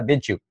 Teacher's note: cuando unes la D con la Y, en el caso de did you, se puede hacer como una J